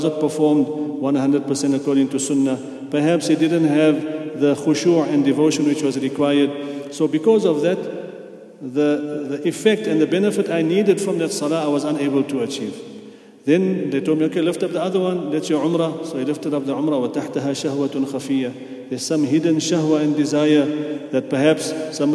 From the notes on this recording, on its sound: at the Houghton Masjid (West Street)